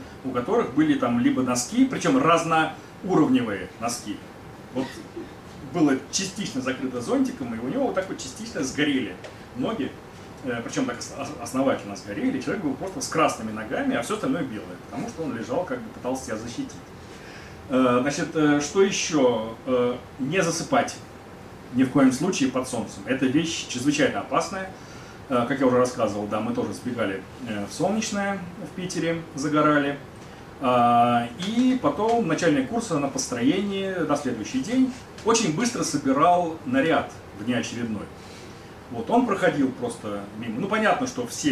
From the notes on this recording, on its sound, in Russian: Книжный клуб-магазин "Гиперион" — научно-популярная лекция